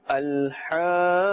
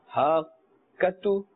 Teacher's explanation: qaf is part of the huruf musta'aliya and therefore must be pronounced with a thick tone and a full mouth · Shown in: first take